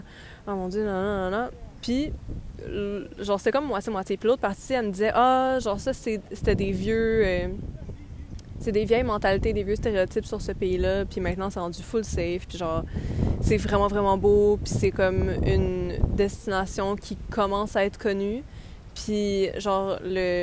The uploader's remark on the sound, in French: Nous sommes désolées pour les bruits de vent, elle enregistre dans un parc